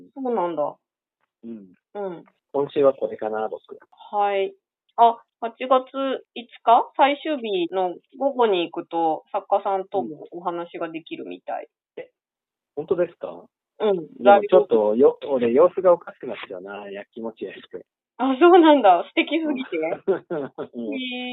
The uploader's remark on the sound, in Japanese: 話している場所: 電話収録